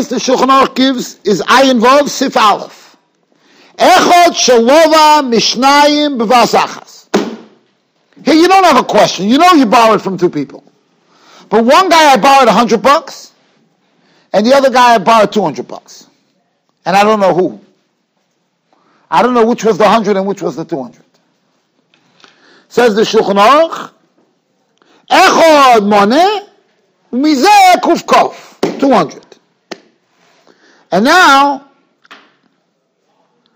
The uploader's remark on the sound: Shiur recorded in Yeshivas Ohr Reuven, Monsey, NY.